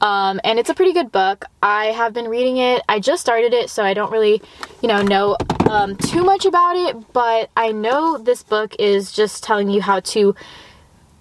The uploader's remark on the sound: I understand the sound quality might not be as ~crisp~ as ur favorite podcasters but we are working on a budget okayy. Oh yeah, and im also IN MY CAR.